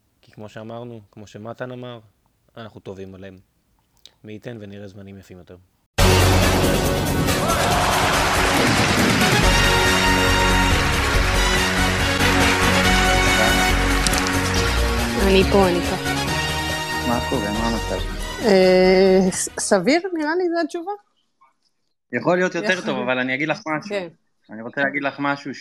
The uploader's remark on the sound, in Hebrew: פרק מיוחד של הציון שהוקלט בספייס בטוויטר בשמונה באוקטובר בשעות הערב המאוחרות.